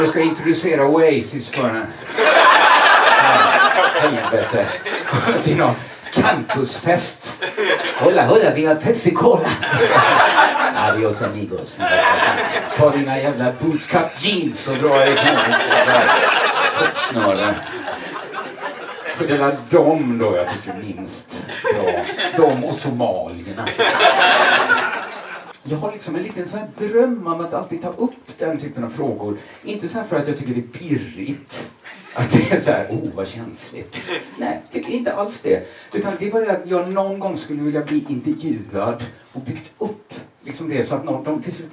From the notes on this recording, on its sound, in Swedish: Inspelad i mars 2020 på Bonden Bar i Stockholm.